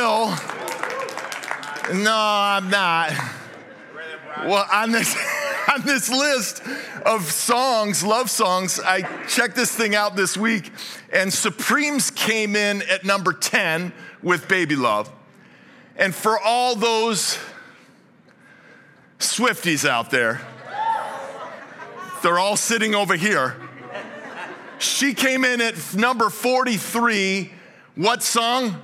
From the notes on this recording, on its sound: Originally preached at Highpoint Church on Sunday, December 10, 2023. This message was originally preached at Highpoint Church.